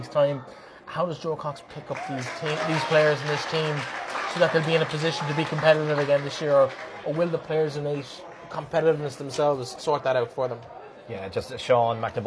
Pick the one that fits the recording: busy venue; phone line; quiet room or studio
busy venue